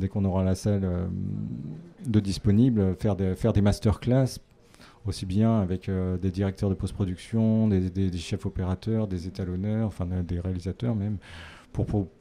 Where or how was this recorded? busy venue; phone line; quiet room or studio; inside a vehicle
busy venue